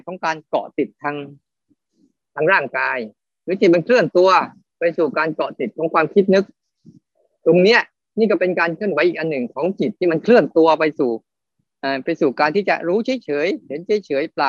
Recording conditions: video call